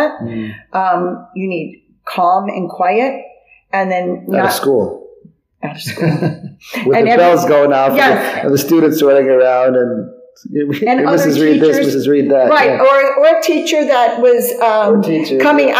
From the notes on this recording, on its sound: (Re-mastered). This interview was recorded live, in person and the sound quality is not 100%.